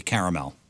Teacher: It's an American trait to combine the R in with the preceding vowel. So that's why Kara is what they're saying.